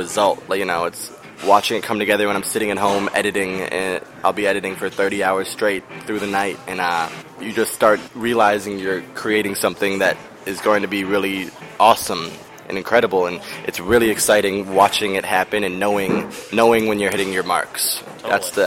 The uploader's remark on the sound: In an interview recorded at a local cafe.